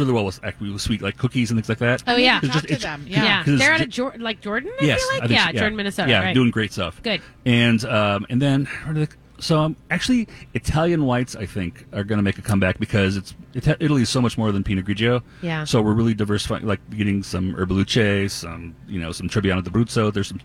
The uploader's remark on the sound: Continue their live broadcast from Surdyk's !